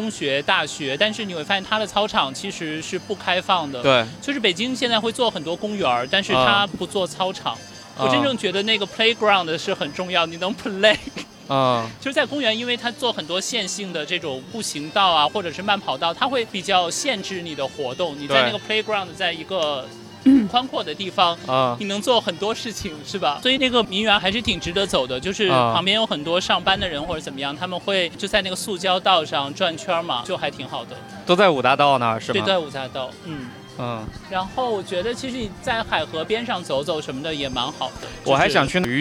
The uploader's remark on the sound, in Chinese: 今天的节目是在室外录制的，环境有一些吵，我们的音调都有一些高，请见谅。